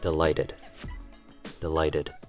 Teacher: Delighted uses a short E sound, the word lie, and with American English, when a T appears in the middle of a word, the T sounds take on a D sound instead. So it becomes delighted.